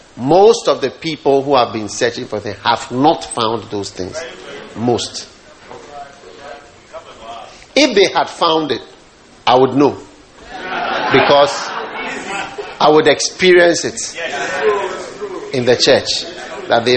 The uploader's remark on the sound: Preached at the Lighthouse Chapel International, The Qedesh.